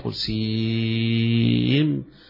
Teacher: السين تمد مدا طويلا تمد مدا طويلا بقدر 6 حركات